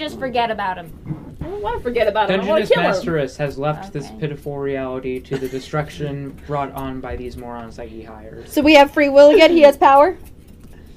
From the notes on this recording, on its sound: (Headphone Warning). Keep your headphones off, or very quiet, for this episode. Something happened to our recorders.